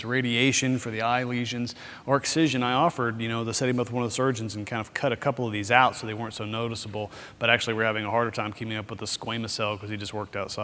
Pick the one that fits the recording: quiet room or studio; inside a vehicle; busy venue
busy venue